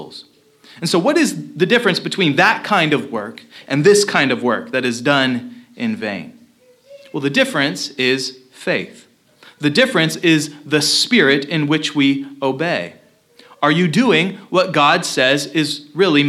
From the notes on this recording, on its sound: Location: Christ Covenant Church – Centralia, Washington